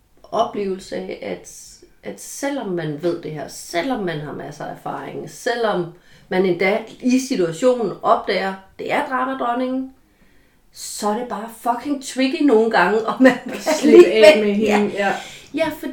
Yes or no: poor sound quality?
yes